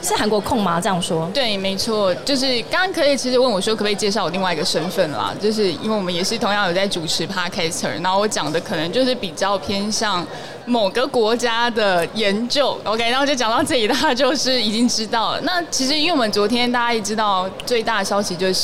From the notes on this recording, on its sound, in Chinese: 2022 Taipei Cycle台北國際自行車展-Live Podcast。